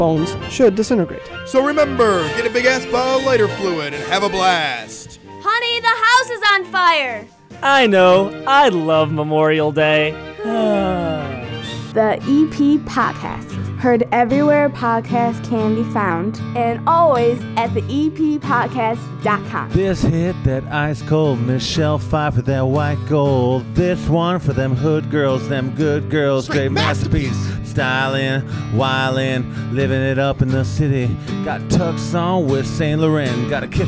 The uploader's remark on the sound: record an impromptu episode with a live crowd and turtle races at The Red Palm in Evergreen Park